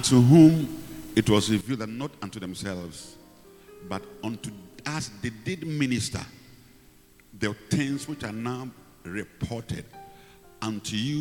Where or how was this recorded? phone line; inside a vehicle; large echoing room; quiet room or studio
large echoing room